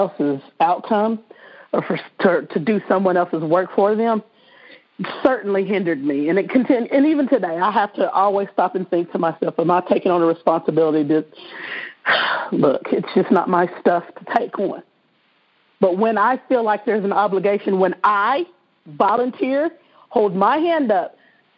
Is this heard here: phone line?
yes